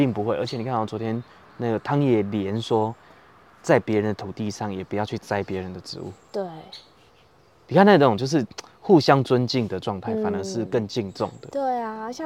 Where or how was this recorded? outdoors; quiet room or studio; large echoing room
outdoors